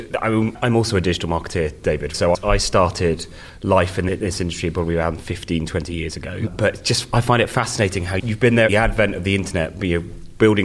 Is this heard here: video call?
no